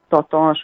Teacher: a kisgyerek a K hangzó helyett T hangzót mond, tehát ez a tatas, vagy a dudó, tehát a dugó helyett, vagy az S helyett S hangzót használ. · Term: élettani beszédhibák